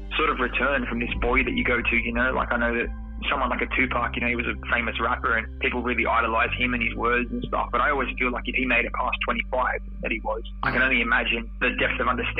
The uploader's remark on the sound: Over-The-Phone Interview. All our podcast episodes are pre-recorded at an independent studio in Sydney, Australia.